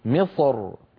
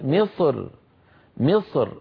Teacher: الراء لما نقف على مصر تكون ساكنة وقبلها حرف استعلاء ساكن، وقبل حرف الاستعلاء الساكن كسرة. فبعض العرب كان إذا وقف على مصر يفخم الراء من أجل الصاد المستعلية قبلها فيقول مصر، وبعض العرب كان إذا وقف رقق الراء فيقول مصر مصر، فيرقق الراء من أجل الكسرة التي على الميم.